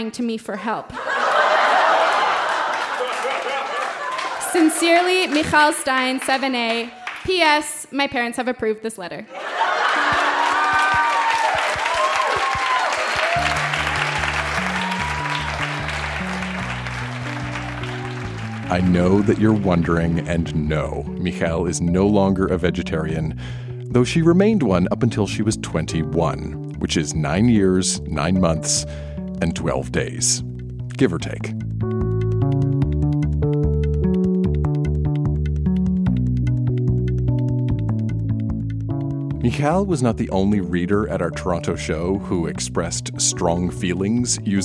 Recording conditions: live audience